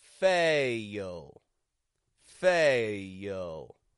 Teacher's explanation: I'm making this full A. A. Then, going into the L at the ending of the word, I'm releasing a Y. Y. Fail. · Term: Y glide